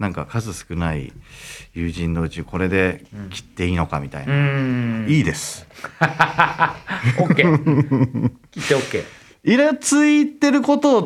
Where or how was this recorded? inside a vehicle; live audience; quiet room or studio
quiet room or studio